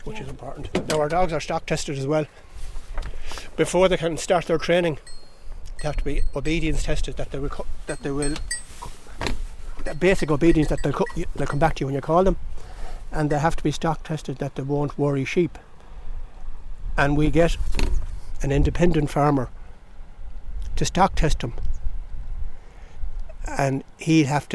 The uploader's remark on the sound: Walking the Connemara hills with SARDA Ireland. I spent a few hours being their dogsbody, that is, acting as a 'missing person' for the dogs to find.